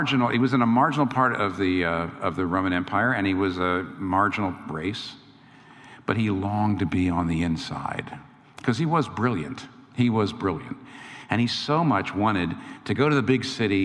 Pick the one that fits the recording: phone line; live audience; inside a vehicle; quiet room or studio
live audience